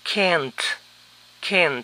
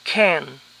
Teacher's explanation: Es común también pronunciarlo sin la T final · Shown in: second take · Can.